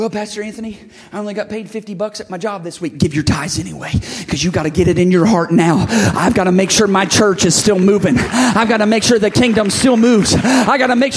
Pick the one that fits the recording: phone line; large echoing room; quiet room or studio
large echoing room